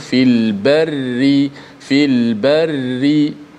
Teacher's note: kena sebut ri bila baris bawah mesti kena nipis